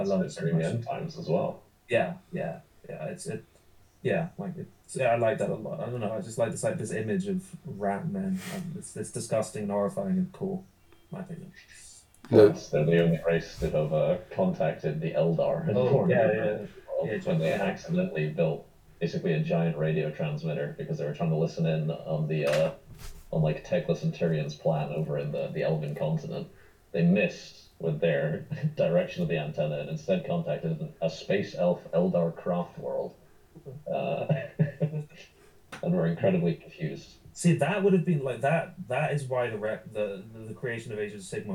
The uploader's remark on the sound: Apologies for the audio balancing this episode, we were using an unfamiliar computer!